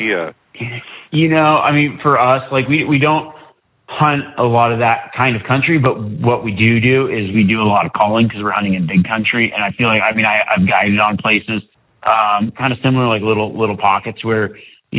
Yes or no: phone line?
yes